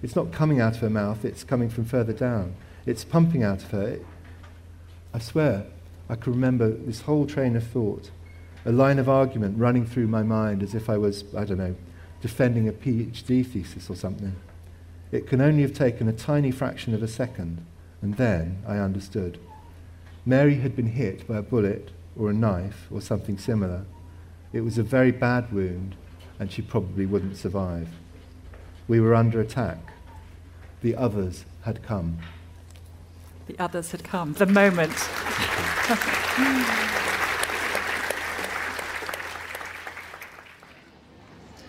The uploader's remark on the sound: Hay festival special. Highlights from the annual books festival held in the Welsh town of Hay-on-Wye.